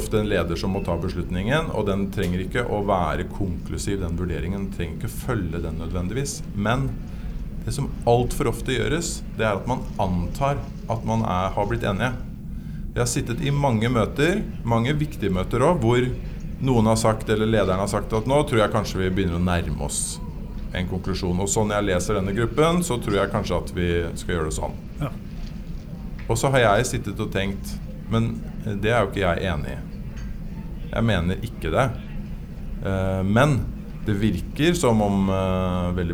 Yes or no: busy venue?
yes